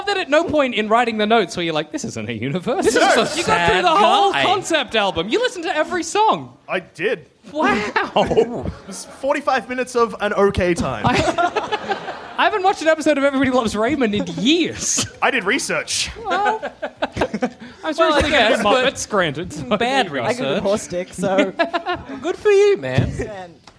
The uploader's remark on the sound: Our first ever live show recorded at the Eureka Hotel in Melbourne in 2015.